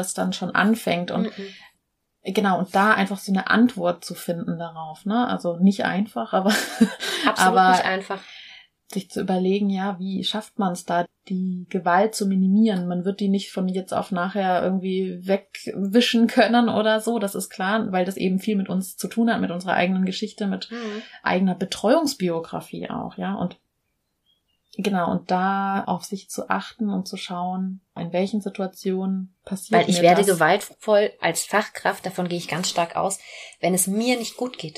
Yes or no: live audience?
no